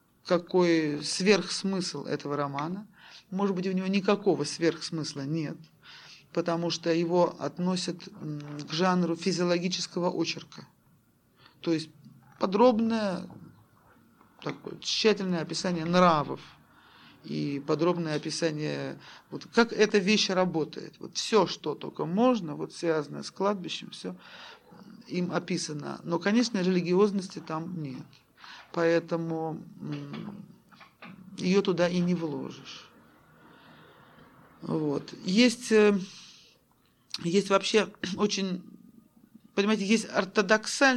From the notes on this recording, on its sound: Delivered at the University of Kansas on October 5, 1988. As part of the Russian Writers in Residence program.